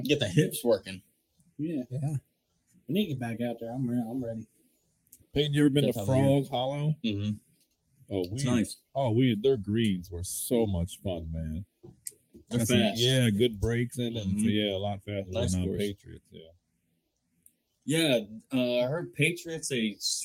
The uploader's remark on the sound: Mic control still eludes the podcast for some reason.